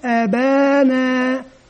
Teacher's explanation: فننتبه للفارق بين مقدار الفتحة ومقدار الفتحة المتبوعة بألف مادية · Term: مد طبيعي